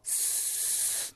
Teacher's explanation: 回のこのういろうりの、まあ、一節っていうんですかは、死因について解説っていうか、まあ、つらつらと言ってるところになります。で、死因っていうのは、基本的に3つの観点で特徴付けられます。まあ、本当は4つって言った方がいいんですけど、まあ、3つですね。1つは、有声か無声か、この声というのは声という字を書きますが、つまり有声か無声っていうのは、つまり、声帯が震えているかいないかということです。まあ、わかりやすいのは、かとがの区別とか、さとざの区別みたいなものです。まあ、すーとずーっていうのが比べやすいですかね。S で書くようなさっていう音は、すーってこれ声帯が震えることなく、すーっと、まあ、持続的に発音することができますよね